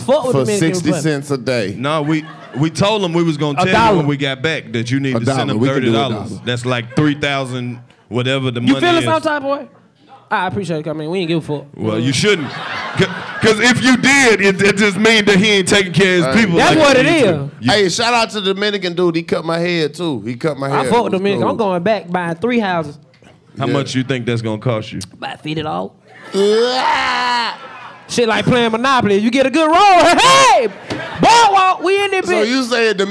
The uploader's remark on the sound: Live from The West Palm Beach Improv. Take the 85 South Show live on the road to the West Palm Beach Improv.